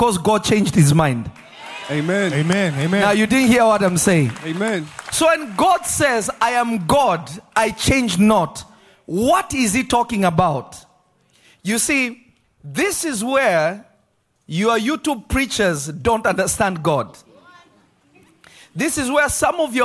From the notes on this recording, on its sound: This Episode was recorded live at Revelation Church in Simi Valley, CA.